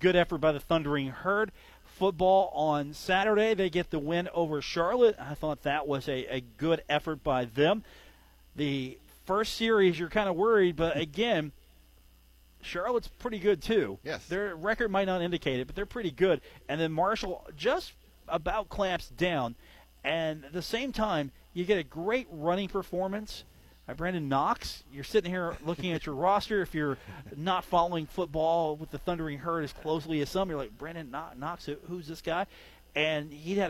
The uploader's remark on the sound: broadcast live from the Union Pub and Grill